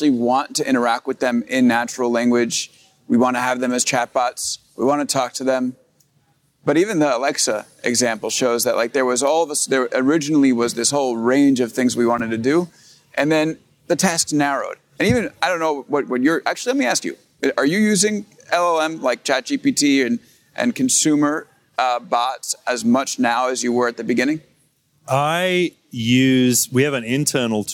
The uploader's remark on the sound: live at the AWS Summit in New York City